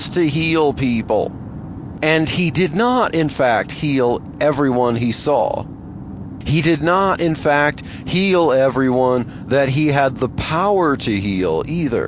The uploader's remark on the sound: In this episode of Truthspresso Express I chat about Jesus and socialism while driving to work.